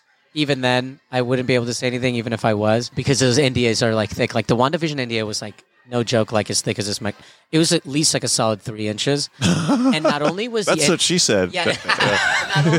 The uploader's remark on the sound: Recorded Live at the Punchline Comedy Club.